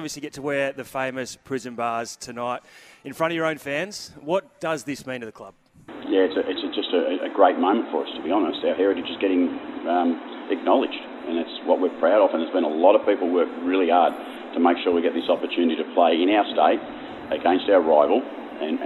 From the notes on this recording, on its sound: On location against this morning at Harbor Town for Solitaire Auto.